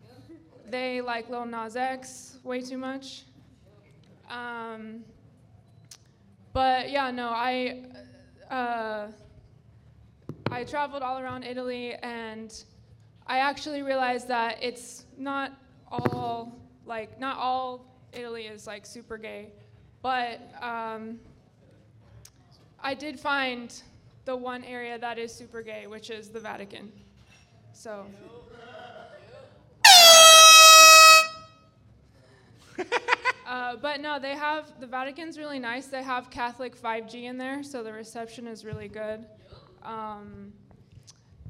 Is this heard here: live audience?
yes